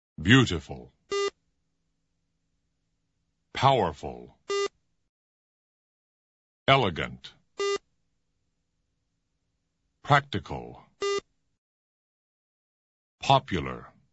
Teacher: Adjectives that have at least three syllables. The adjectives you hear first are all stressed on the first syllable.